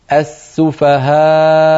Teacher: إذا لما وقفنا على كلمة السفهاء، السفهاء آخرها همزة مضمومة، آخرها همزة مضمومة، كما آمن السفهاء آخرها همزة مضمومة، فإذا وقفنا السفهاء تسكن الهمزة فتصير السفهاء همزة ساكنة، كيف أخرج هذه الهمزة الساكنة؟ بقفل الوترين الصوتيين في الحنجرة، السفهاء، فإذا قفلنا الوترين خرجت الهمزة الساكنة.